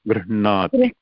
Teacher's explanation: it is a half ha and a na. So the ha comes before the na.